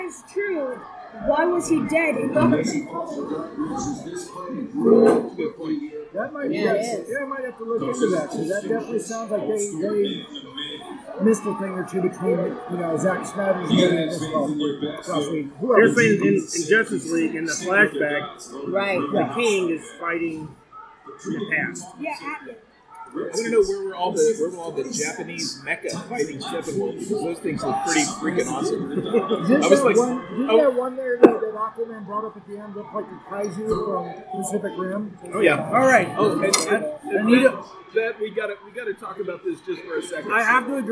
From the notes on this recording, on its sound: The discussion was recorded at a local Bar and grill, so we have to let you know that while the discussion is great, the background noise is loud.